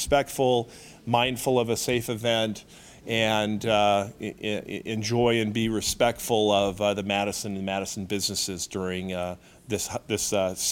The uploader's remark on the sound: Press Conference on the 2011 Freakfest